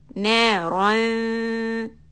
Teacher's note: So you make the gunna soft by putting the tongue down near the makhraj of dhal. · Term: ikhfa